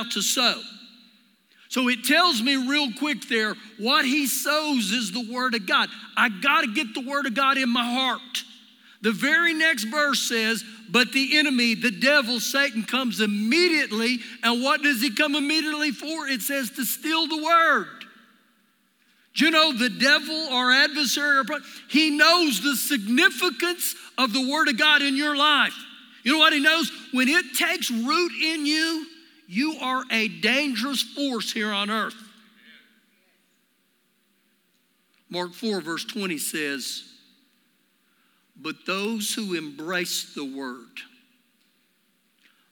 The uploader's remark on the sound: Recorded live during our Sunday morning service.